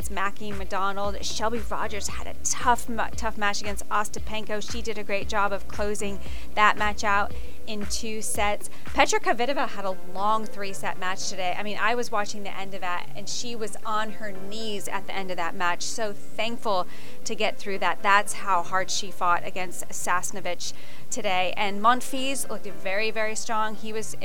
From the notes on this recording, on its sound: The middle weekend has arrived at the BNP Paribas Open, and the energy around the Indian Wells Tennis Garden is palpable. The hosts recap an electric Saturday in Tennis Paradise live from Indian Wells.